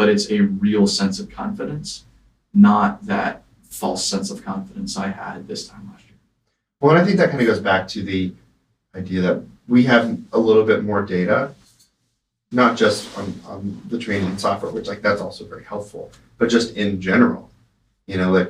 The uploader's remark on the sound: Sorry for the lack of audio quality